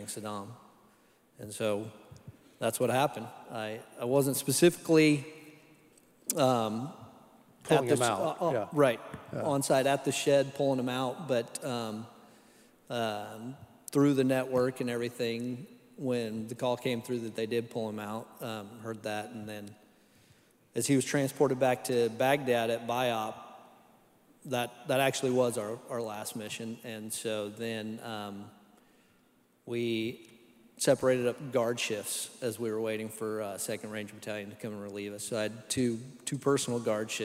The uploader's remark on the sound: Live Worship Service